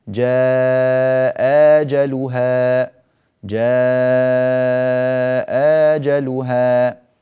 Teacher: فيجوز في هذه الهمزة أن تبدل ألفا، وهذا هو الوجه الذي قرأنا به، فنقول جاء أجلها، جاء أجلها.